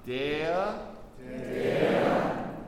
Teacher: it's going to be an A and then an almost schwa A · Term: vocalic R